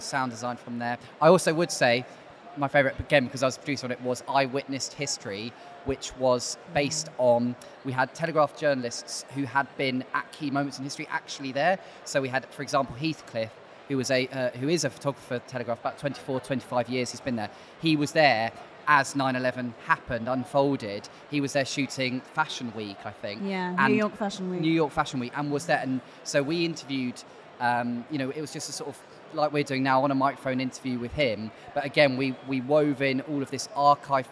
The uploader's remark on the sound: Live in London